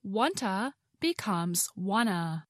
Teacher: One to" becomes wanta, uh the two t sounds drop off in fast speech